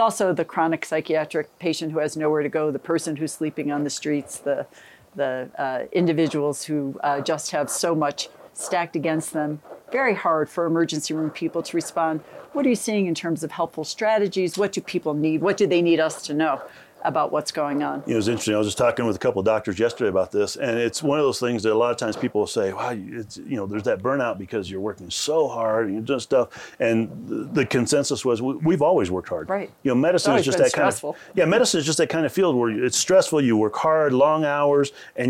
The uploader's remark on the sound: On Location at Aspen Ideas: Health